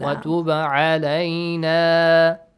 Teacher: Ba sakin. Bouncing sound. Qalqala.